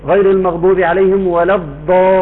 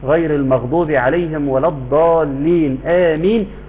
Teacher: كلمة الضالين في الفاتحة تمد بمقدار 6 حركات · Shown in: first take